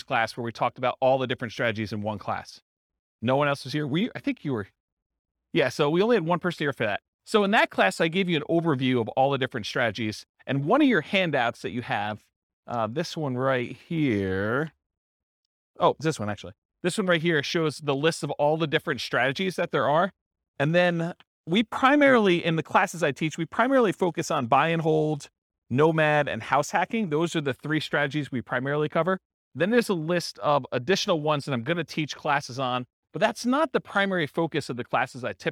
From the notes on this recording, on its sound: This was a live class recorded